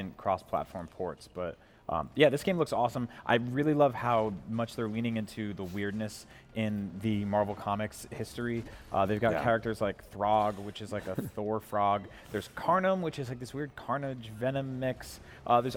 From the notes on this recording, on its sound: The NVC team travelled to Cologne, Germany, to report back live from the annual mega-games convention, Gamescom.